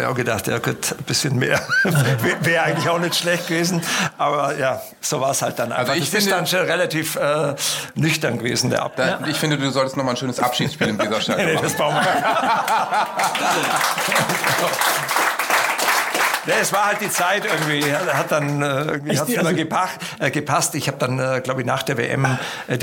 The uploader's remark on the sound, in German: Die „Grüne Bude“ veranstaltet den Live-Podcast „BUDENSCHNACK“. Im Werder-Hausboot auf der Weser (Adresse: Tiefer 1).